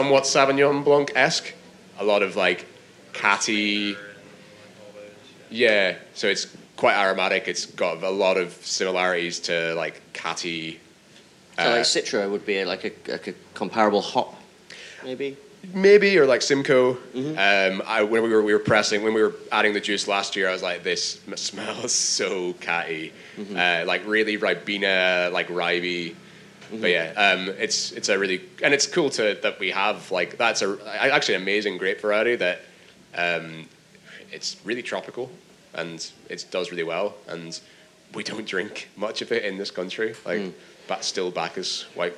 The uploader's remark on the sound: In this panel discussion, recorded at FyneFest 2019